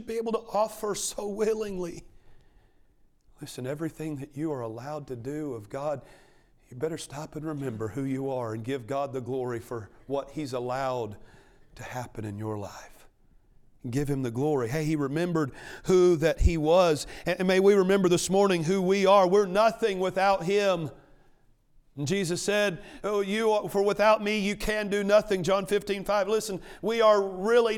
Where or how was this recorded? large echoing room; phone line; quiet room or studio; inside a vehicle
large echoing room